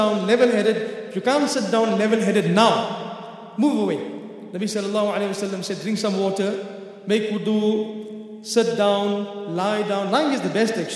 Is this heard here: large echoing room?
yes